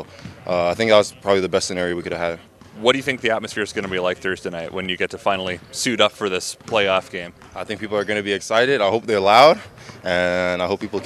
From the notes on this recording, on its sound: Live from IGAC for the Canada West Mne's Basketball Championship, hosted by the U of M.